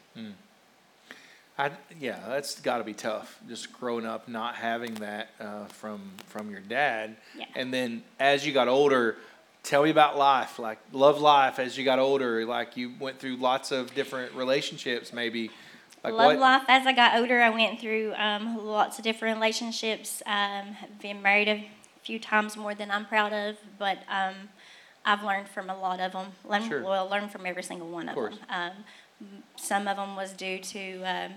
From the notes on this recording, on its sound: a rebroadcast of our service from October 31st, 2021